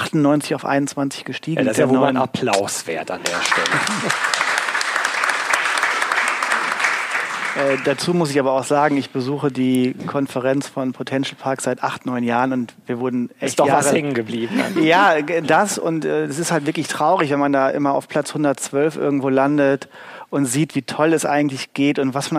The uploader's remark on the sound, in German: Live aufgenommen vor 50 Gästern auf dem #RC Lab.